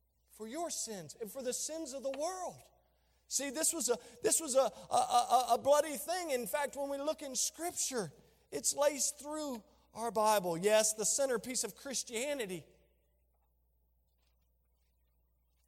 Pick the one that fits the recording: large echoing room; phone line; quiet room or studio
large echoing room